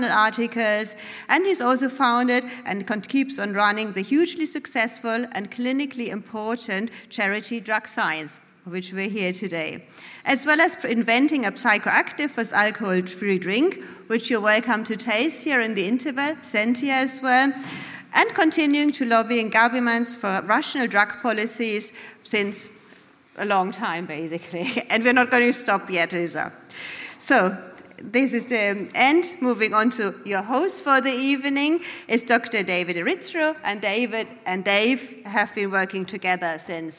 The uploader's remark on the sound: Recorded live from the launch event